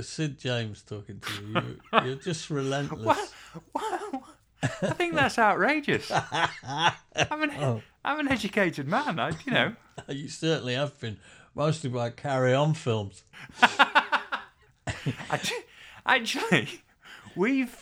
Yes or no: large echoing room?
no